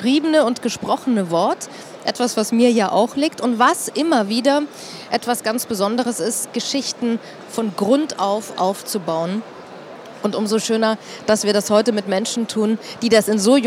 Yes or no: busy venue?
yes